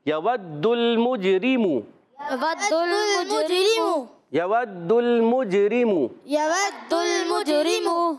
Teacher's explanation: را کے نیچے زیر، باریک پڑیں گے